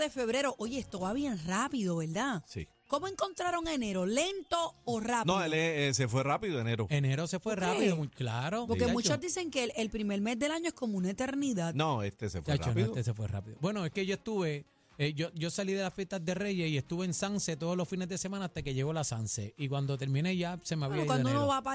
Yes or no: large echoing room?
no